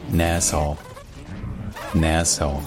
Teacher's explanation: la dernière voyelle, ce n'est pas une diphtongue, c'est juste un O.